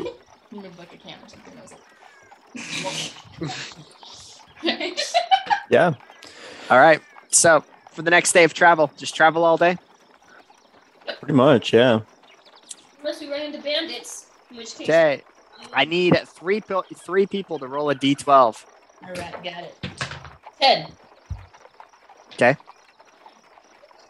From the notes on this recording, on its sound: The audio on this episode is a bit rough, should be fixed by next time.